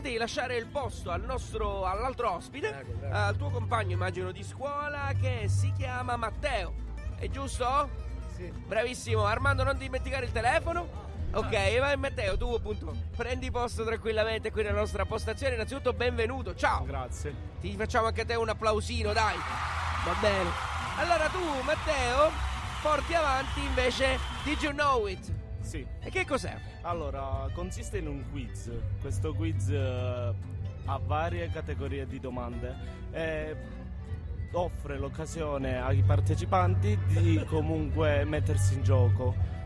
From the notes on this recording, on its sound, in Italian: Il secondo live dal Corso Umberto I di Caltanissetta.